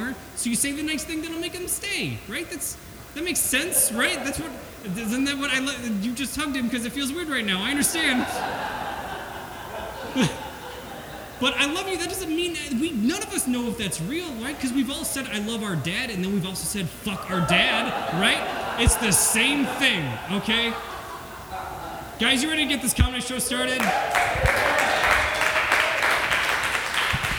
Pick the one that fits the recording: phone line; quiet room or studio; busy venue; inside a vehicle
busy venue